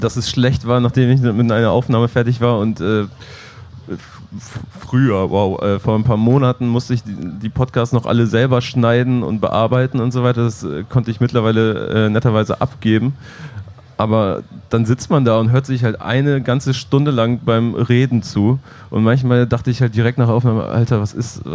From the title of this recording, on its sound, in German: live vom Splash Festival